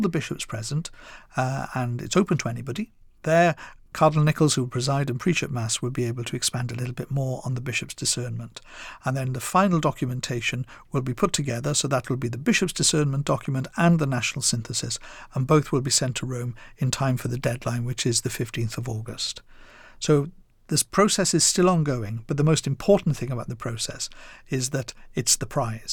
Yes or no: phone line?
no